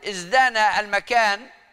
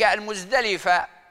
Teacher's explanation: الزاي حرف مجهور والتاء حرف مهموس، والجهر أقوى فتبدل التاء دالا ليتفق الزاي والدال في الجهر، فالدال مجهورة أيضا كالزاي، إلا أن الزاي رخوة والدال شديدة.